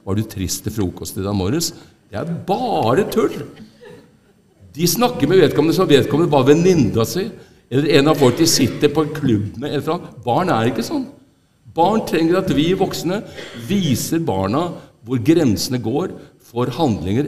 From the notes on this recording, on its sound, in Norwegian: Hvite Menn som pusher 80 gjør live opptak oå Maihaugenkonferansen.